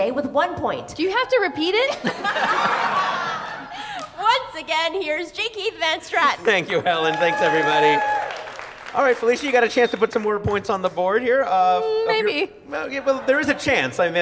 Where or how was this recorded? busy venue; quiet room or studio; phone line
busy venue